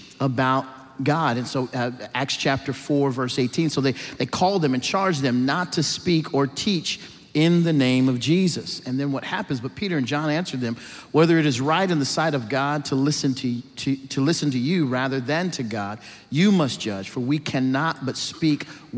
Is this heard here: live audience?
yes